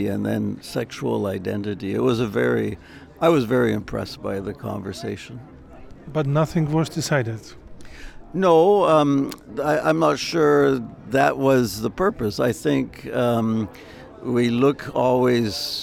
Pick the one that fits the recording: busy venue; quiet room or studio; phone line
busy venue